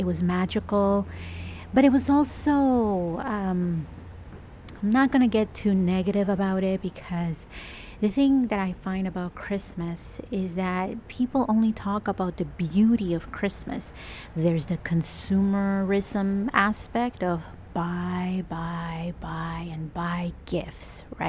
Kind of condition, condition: setting, outdoors